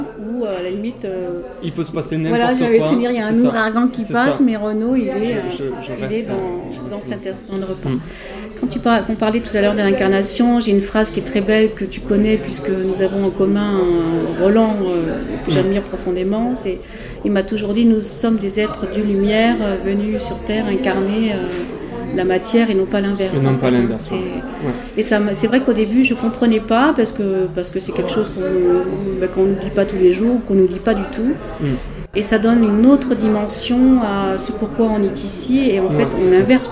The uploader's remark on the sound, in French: Emission enregistrée dans mon café préféré de Rodez : LE BROUSSY.